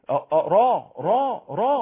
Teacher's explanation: النفس ما بيرجعش للتجويف الانفي، لا النفس ماشي على طول اهو. بالنسبه لمخرج الراء طبعا في هزه في الاوتار الصوتيه عادي طبعا، را اهي النفس خارج، وشوف اقصى اللسان بيرتفع عشان را حرف مفخم هكذا اهو، ايضا التصاق بس ظاهر اقرب ظهر اللسان وليس طرف اللسان. · Term: راء مفخمه